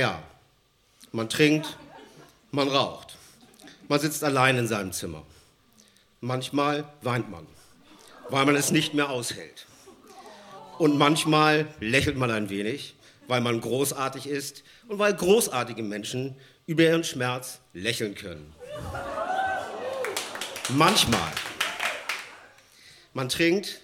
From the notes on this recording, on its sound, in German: Ausschnitte aus der Veranstaltung vom 12.10.2018 im Yoko, Hamburg. Auswahl der Beiträge von der „texte von gestern“-Liveshow am 12.10.2018 im Yoko, Hamburg. Unser tolles Publikum.